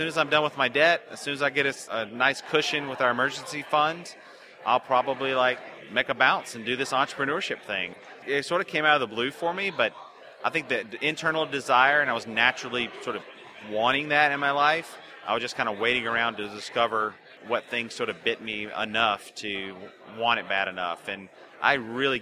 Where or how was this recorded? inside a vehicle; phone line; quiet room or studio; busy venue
busy venue